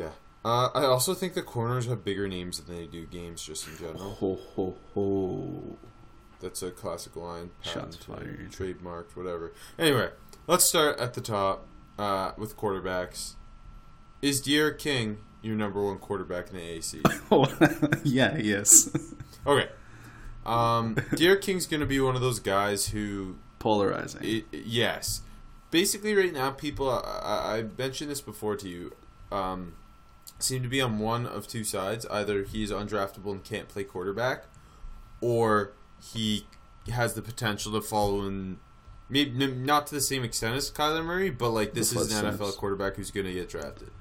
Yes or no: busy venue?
no